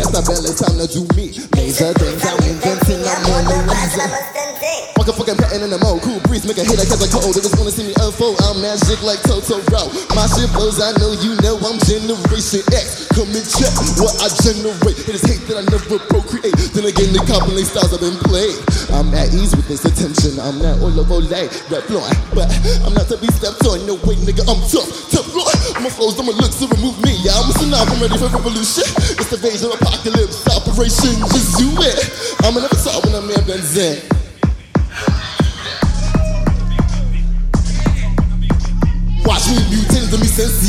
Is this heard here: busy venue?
yes